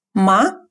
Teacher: Вопросительная частица произносится легким тоном.